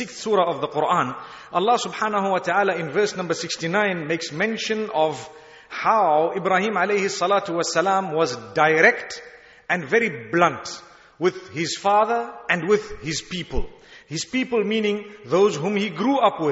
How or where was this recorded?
large echoing room